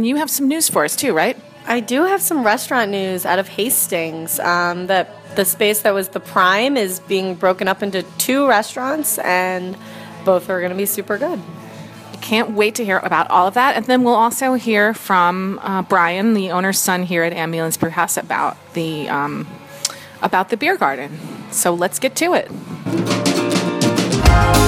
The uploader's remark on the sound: Recording from Ambulance Brew House in Nanuet